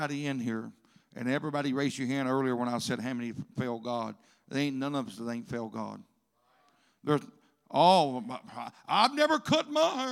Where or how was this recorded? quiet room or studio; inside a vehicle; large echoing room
large echoing room